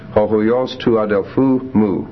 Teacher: huios has the accent on the ultima, last syllable. When that occurs, then if an enclitic follows it, the enclitic doesn't get any accent, and you just leave it as is.